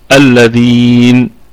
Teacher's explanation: وفي حال الوقف عليها ستكون الغنة النون في الدرجة الرابعة من درجات الغنة